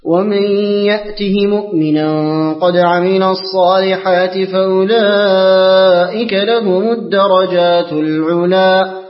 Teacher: هذا قالون بكسر الهاء من غير صلة، لم يوافق أحد على هذا الوجه.